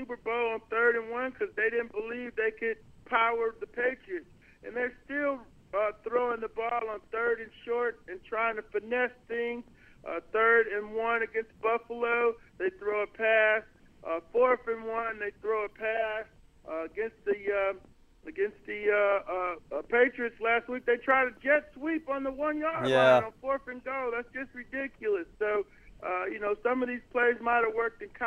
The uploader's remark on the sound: calls in from Kentucky